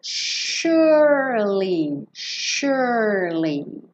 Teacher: esse S vai ter som de SH, sh, sh, sh.